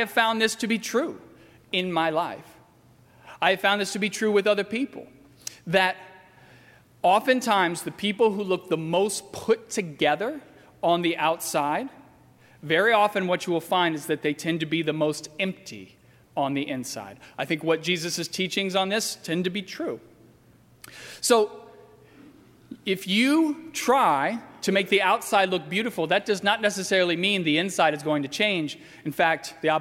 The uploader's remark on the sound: during the 10:30 AM service on Sunday May 5, 2019 at First Presbyterian Church of Arlington Heights, Illinois.